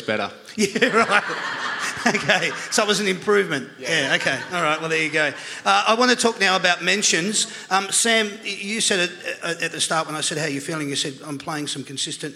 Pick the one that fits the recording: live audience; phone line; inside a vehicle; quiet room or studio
live audience